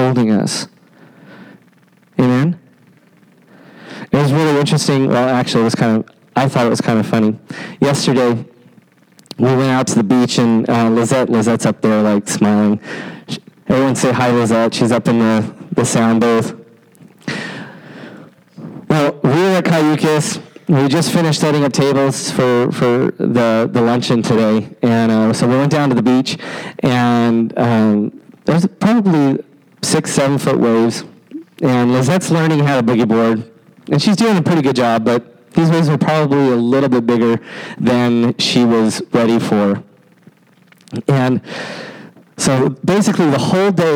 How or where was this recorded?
large echoing room